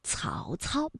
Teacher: 曹操呢是舌尖要抵住上齿背哎去发音的